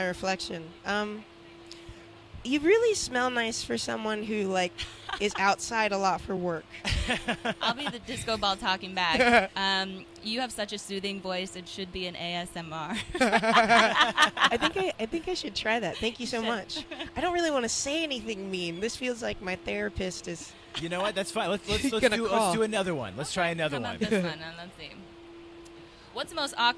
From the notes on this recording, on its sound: The Mix is live backstage at Lollapalooza 2023!